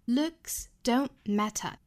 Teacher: Looks don't matter 这三个单词都要做重读那最重的应该是 looks 这个单词